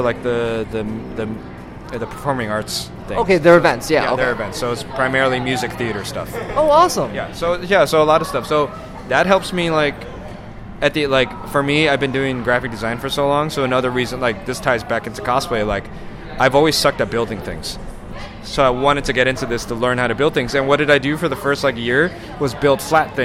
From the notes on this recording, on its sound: This was recorded on Sunday at Anime California 2016. On location episode.